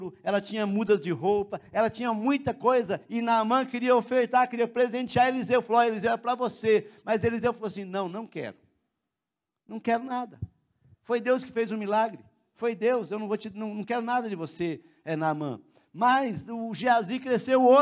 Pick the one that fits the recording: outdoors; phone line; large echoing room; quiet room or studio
large echoing room